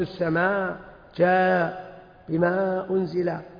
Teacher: هو يمد السماء، جاء، بما أنزل، ثلاث حركات، يعني ألف ونصف، كأنه نطق الألف قال وزيادة قليلا.